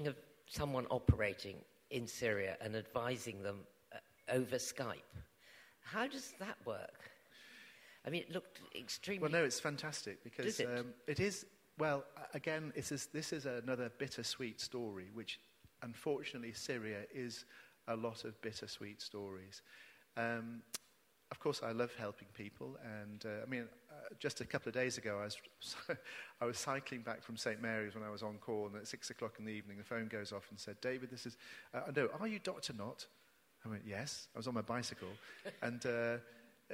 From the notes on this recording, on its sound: Recorded live at The Tabernacle in London on 7th November 2019.